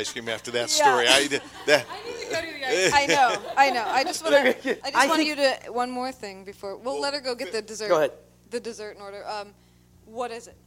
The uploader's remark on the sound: Taped before a live studio audience at Cafe Nordo in Seattle.